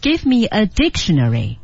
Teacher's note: 我说 give me adictionary，我重音在 dictionary 上面，我强调的是一个物